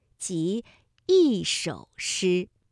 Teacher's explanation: 一首诗，首是三声，所以一按照规律应该读四声 · Term: 变调